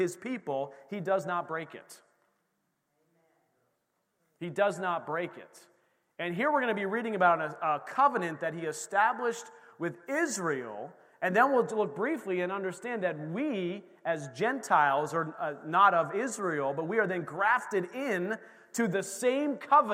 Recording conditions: large echoing room